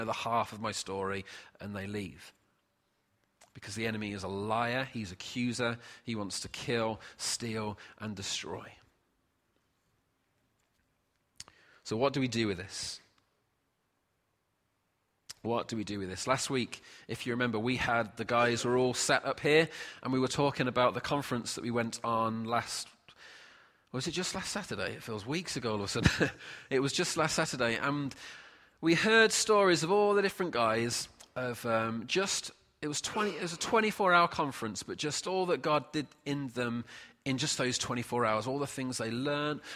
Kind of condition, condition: setting, large echoing room